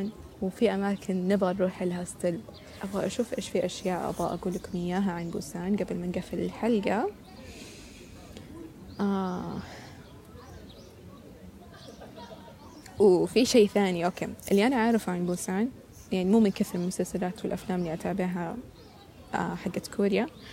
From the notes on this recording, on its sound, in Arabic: حلقة مسجلة في نامسان في مدينة سول محاطة بطبيعتها وبجانب طائر Heron.